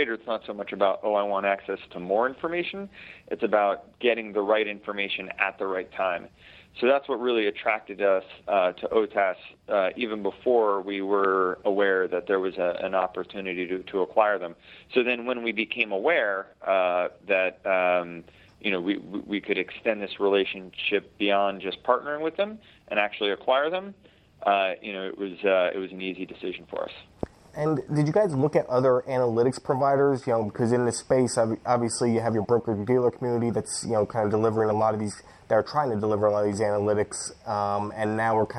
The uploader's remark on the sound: joins via phone